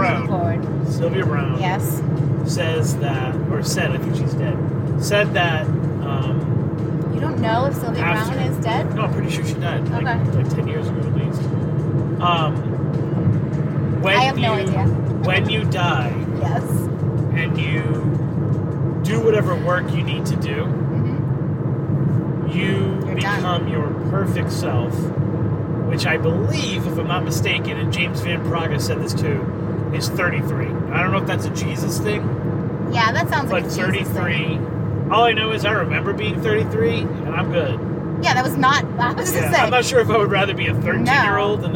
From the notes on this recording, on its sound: Hit the road on a somewhat spontaneous journey to the Boca Raton cemetery. It’s an “on the road” episode filled with background noise.